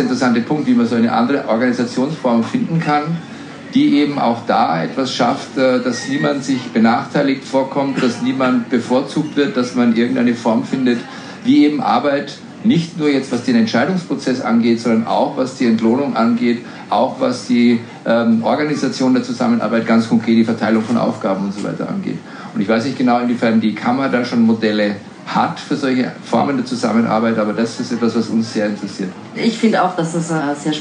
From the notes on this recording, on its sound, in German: Live-Aufzeichnung | Podiumsgespräch Architektur Biennale 2023